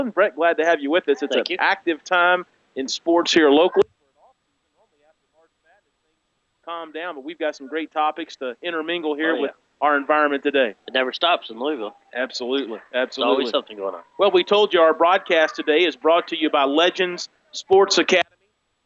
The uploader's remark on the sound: we are LIVE from Skyview park in J-town for opening day for Little League Baseball